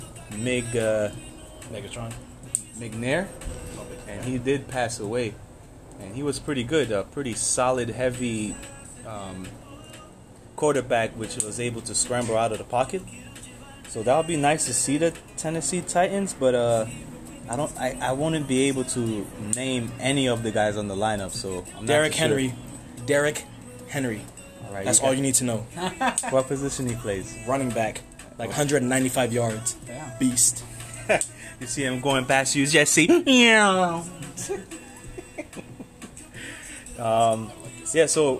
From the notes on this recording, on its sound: Were out here chilling and having a BBQ while recording some random moments down here in Orlando florida.